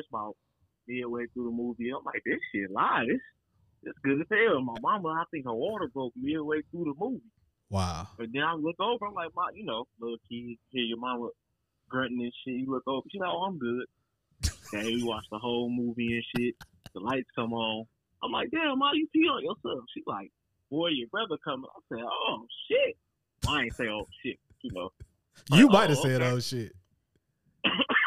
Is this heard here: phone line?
yes